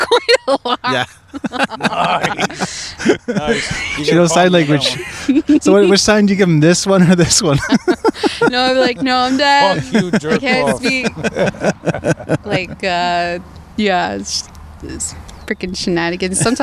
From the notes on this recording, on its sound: A very special outdoor edition. The sun is out in the north country.